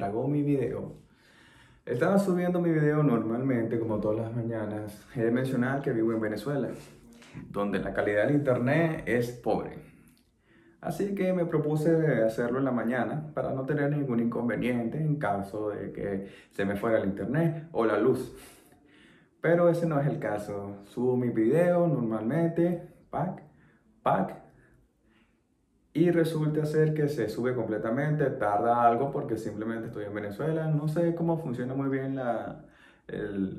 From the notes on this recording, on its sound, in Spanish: Este video fue editado con capcut y grabado con un iphone11.